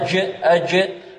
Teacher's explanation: طيب، يقلق الجيم أج، وقل الجيم أخرجها من وسط اللسان مع وسط الحنك الأعلى، وفيها صفة الشدة، انحباس الصوت